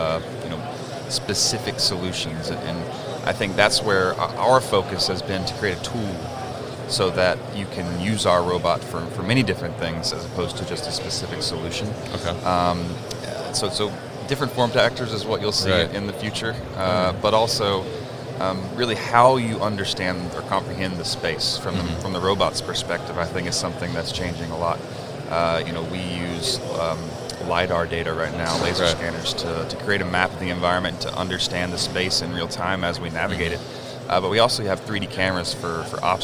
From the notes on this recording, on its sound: Mobile Industrial Robots at MODEX